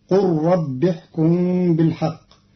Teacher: قرأ قالون كلمتي قال ربي بضم القاف وحذف الألف مع إسكان اللام مدغمة في الراء بعدها وصلا، فتصير قل رب احكم بالحق، على أنه فعل أمر للنبي صلى الله عليه وسلم.